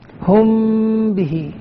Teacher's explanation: الميم الساكنة تخفى مع الباء من غير تشديد ومن غير فرجة في الشفتين · Term: إخفاء شفوي